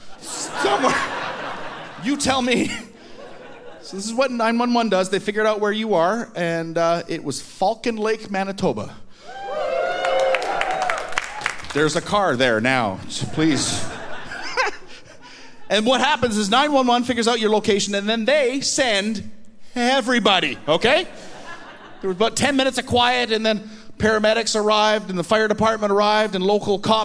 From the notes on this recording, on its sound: From the Winnipeg comedy festival